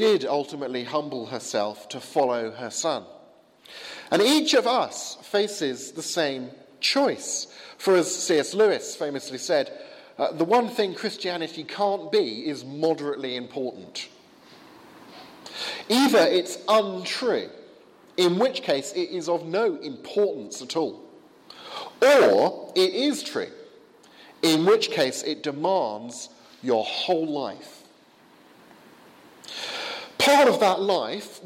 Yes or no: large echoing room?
yes